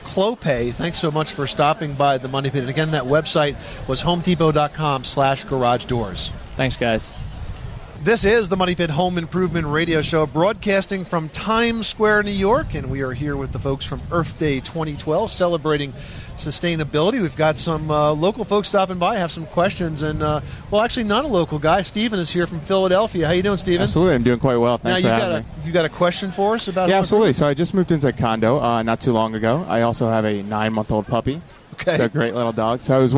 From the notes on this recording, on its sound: The Money Pit Home Improvement Radio Show celebrates sustainability and the addition of our 300th radio station with a broadcast live from Times Square.